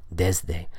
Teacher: the D, the de, is a voiced consonant. There's vibration in that sound, so the S changes to a voiced pronunciation.